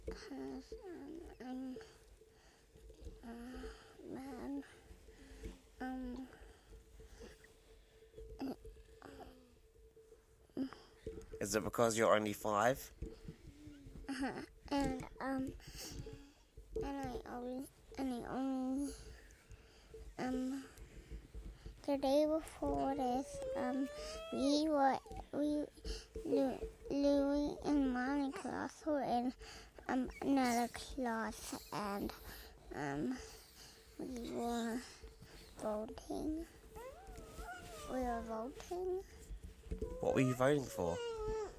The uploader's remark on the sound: Background noise.